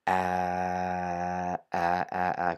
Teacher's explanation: questo non esiste in italiano, comunque è basso e avanti